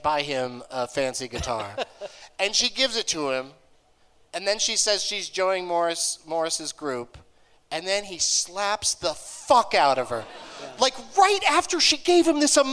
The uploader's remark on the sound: Live from the Gramercy Theatre in New York City